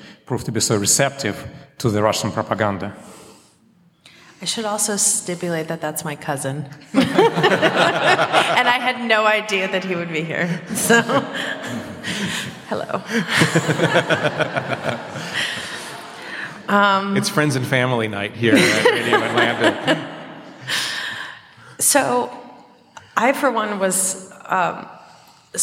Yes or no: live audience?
yes